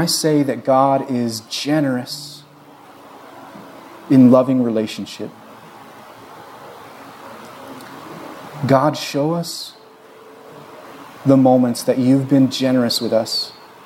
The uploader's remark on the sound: This was recorded on Jun 26, 2022 at Bethel church in Ridgefield, Wa.